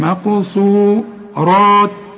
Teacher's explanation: فبأي آلاء ربكما تكذبان، خدناه وما تنساش تطلع لسانك في الذال دي، تكذبان، حور مقصورات في الخيام، حور تنوين وبعده ميم، أرجوك اقفل شفايفك هنا، حور، شوف حور، حور والميم غنه، حور مق، والقاف قلقلها، والصاد ثالث درجة في درجات التفخيم